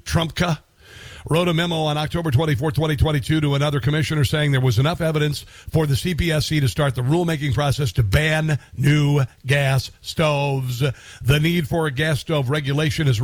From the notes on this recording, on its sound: Listeners call in Live to voice their opinions on the show